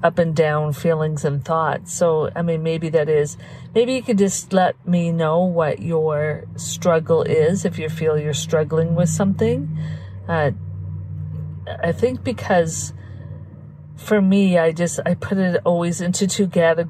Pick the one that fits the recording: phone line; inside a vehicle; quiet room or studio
inside a vehicle